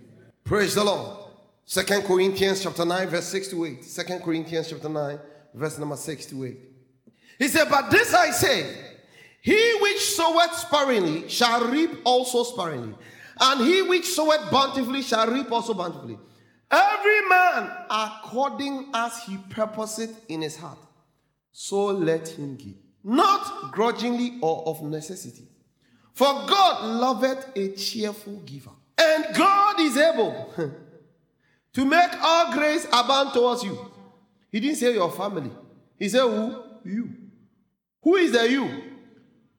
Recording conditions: large echoing room